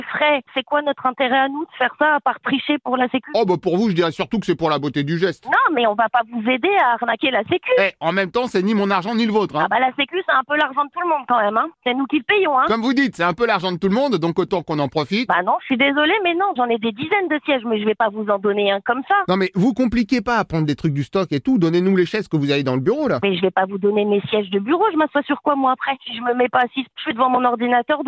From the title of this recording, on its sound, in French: L’appel trop con de Rire & Chansons